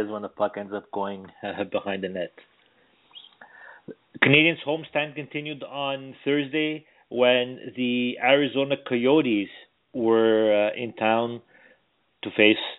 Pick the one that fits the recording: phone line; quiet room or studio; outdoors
phone line